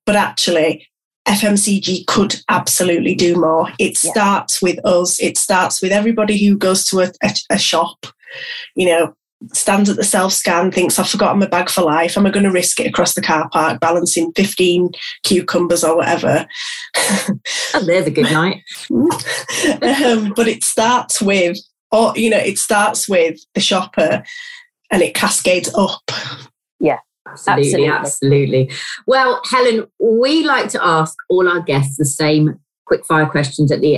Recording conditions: video call